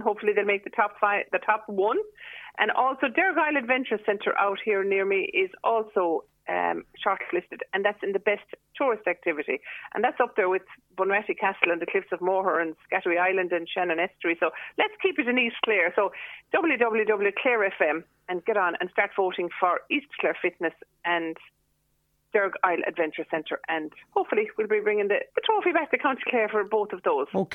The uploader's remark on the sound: joined the phone by Scariff correspondent